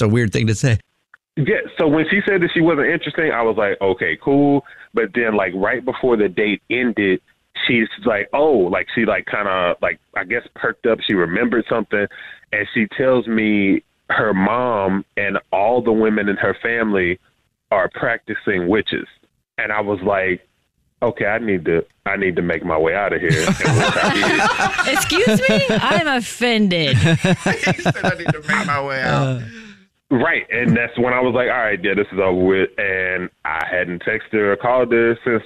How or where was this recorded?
phone line